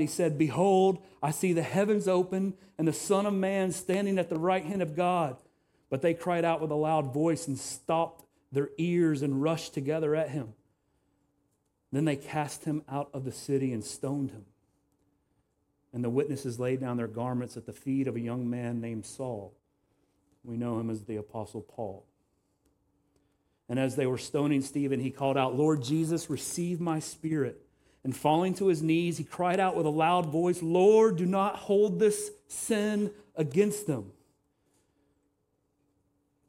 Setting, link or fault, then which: setting, large echoing room